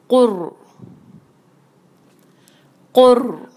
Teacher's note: اپنی زبان کی ٹپ کو سامنے کے اوپر کے دانتوں کے جڑ کے بالکل پاس لے جائیں اور زبان کی جو ٹپ ہے اس کی سائڈیں تھوڑی سی اوپر کو اٹھیں گی، اس سے اس کو بھاری جو ہے اس کی آواز بنے گی